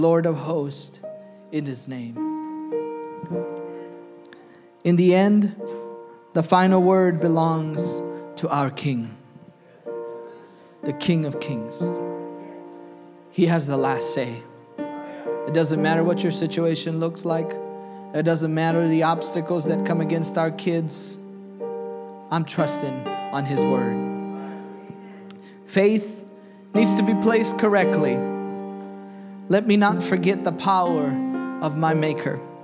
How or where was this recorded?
large echoing room